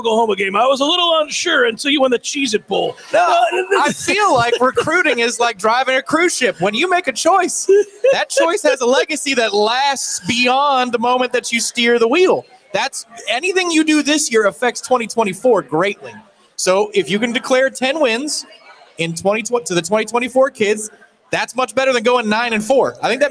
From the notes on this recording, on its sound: LIVE from the Harry Buffalo in Orlando!